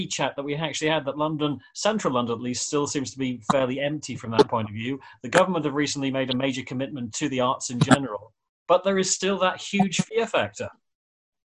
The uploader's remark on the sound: in zoom conversation